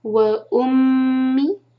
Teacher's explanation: ميم مشدد ہے، غنہ کریں گے، ميم کو ہول کریں گے دو سیکنڈ. وأمي ہی کو ہم دو حرکہ کھینچیں گے، یہ ہے مد صلہ صغرا.